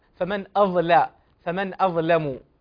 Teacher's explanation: أظهر اللام المرققة لأنك لو نطقتها في التفخيم وافقت قراءة أو رواية ورش عن نافع